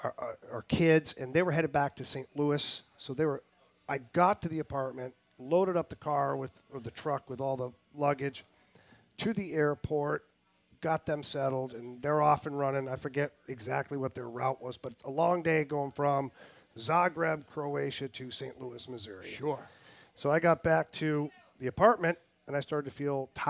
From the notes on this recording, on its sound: LIVE TAPING AT TWIN PEAKS.